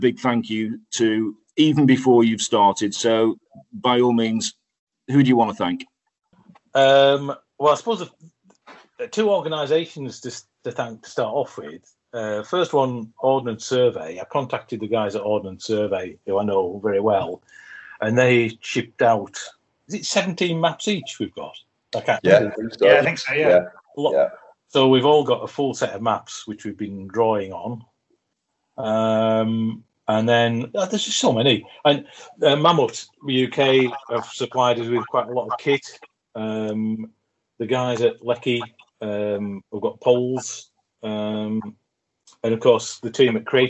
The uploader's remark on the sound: via Zoom